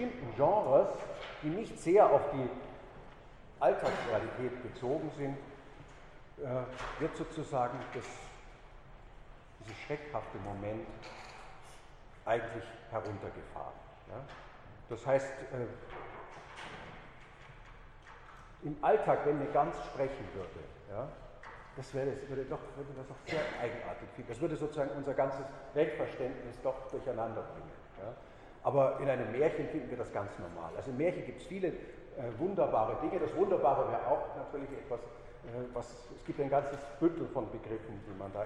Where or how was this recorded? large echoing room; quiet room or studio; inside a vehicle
large echoing room